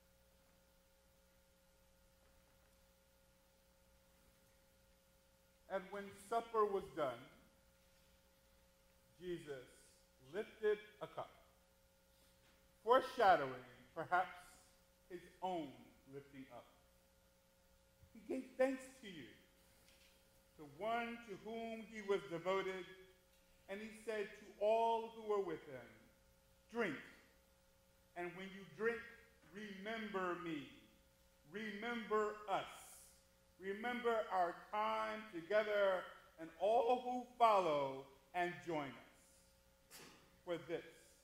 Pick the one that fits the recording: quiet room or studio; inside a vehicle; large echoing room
large echoing room